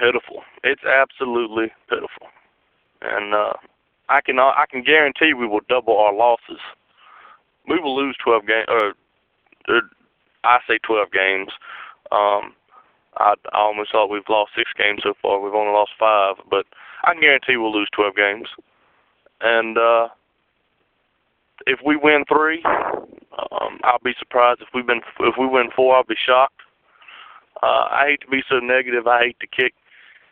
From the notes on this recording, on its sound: Raider Nation “Boneline” Call-in Segment